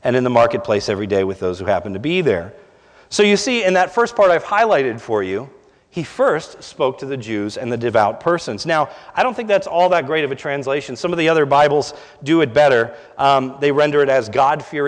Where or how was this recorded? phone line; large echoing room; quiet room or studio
large echoing room